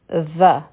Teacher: دا ژبه چې ده دا به د بره غاښونو د لاندې لږه شان راوځي نو دا به شي ز او بیا دی کوم کاف او